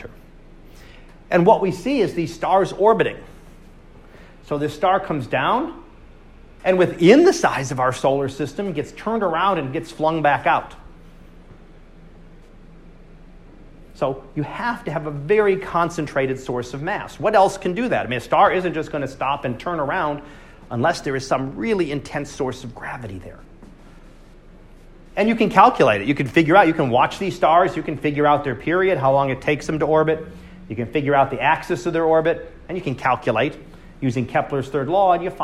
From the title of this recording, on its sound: Live Class Lecture